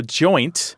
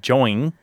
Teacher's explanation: kind of the T sound becomes softer and it comes to become join · Term: lenition